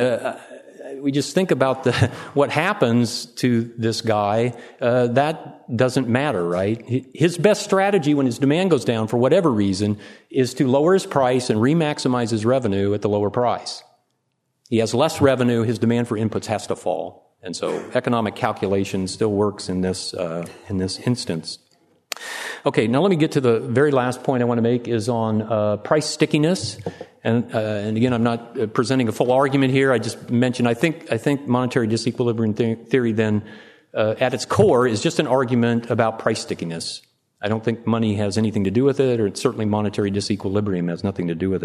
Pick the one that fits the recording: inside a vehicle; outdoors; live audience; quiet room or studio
live audience